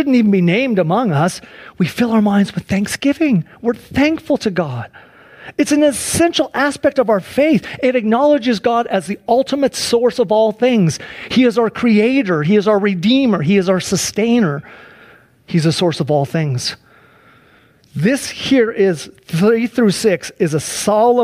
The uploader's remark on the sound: Please enjoy this Sunday church service livestream